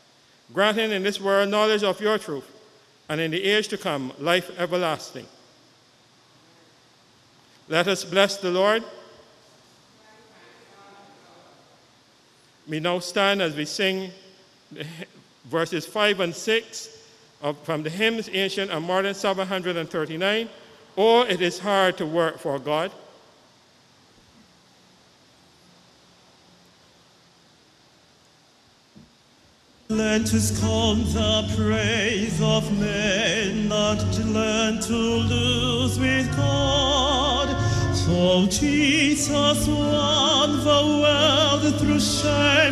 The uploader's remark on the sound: Live Sunday Service with St. John's Episcopal Church U.S.V.I